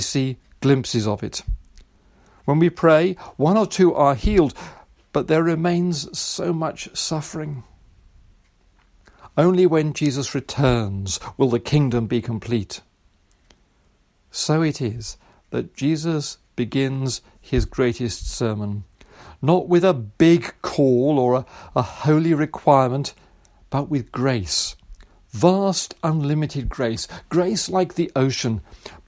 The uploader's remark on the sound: Recorded service for All Saints